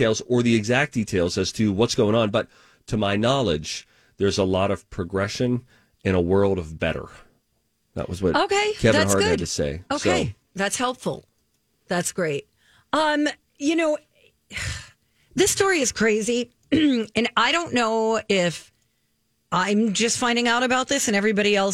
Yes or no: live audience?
no